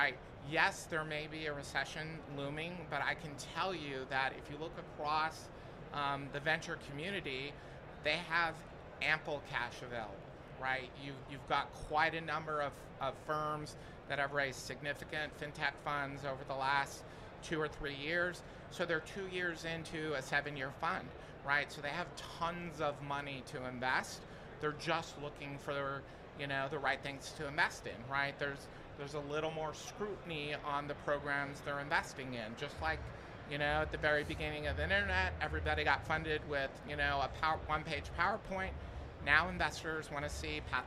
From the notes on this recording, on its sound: Recorded at Money 20/20 in October 2022.